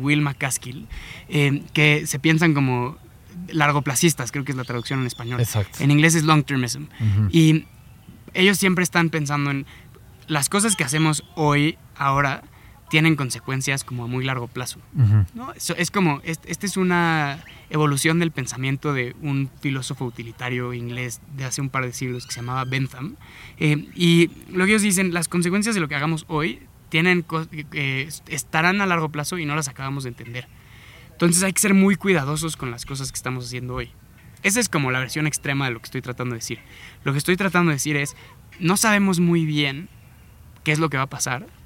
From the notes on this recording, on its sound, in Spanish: Nos trasladamos al hermoso Parque Chapultepec donde tuvo lugar esta grabación.